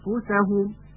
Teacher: مخرج فا همونطور که گفته شده عبارت است از سر دندانهای ثنایای بالا که روی لب پایین قرار میگیره، اف آماده میشه برای تلفظ حرف فا.